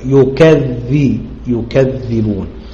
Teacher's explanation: والتثقيل يقتضي تحريك الكاف بالفتح لئلا يلتقي الساكنان، انك لما تثقل الذال هتبقى الذال مشددة، فما ينفعش تبقى الكاف ايه لازم تحسكنت الكاف على الاصل يكذب، واذا ثقلت الذال لابد ان انت تحرك الكاف بالفتح يكذب يكذبون.